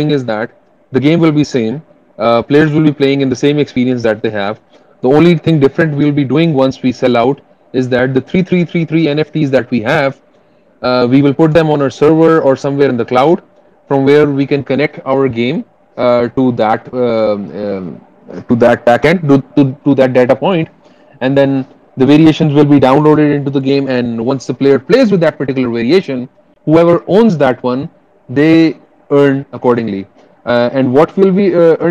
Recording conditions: video call